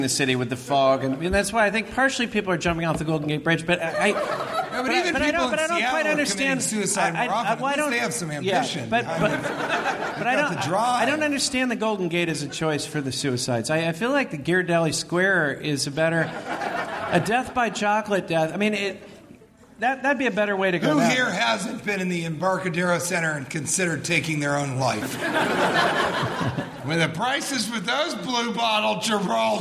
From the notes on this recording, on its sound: Live from Comedy Central's Clusterfest!